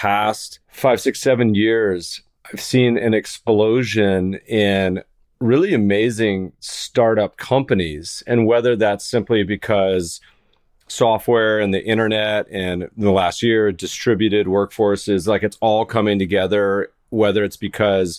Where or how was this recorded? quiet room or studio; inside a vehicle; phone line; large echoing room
quiet room or studio